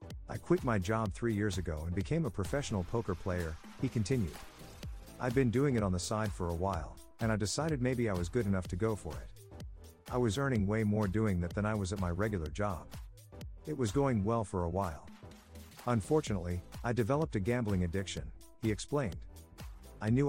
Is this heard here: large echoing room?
no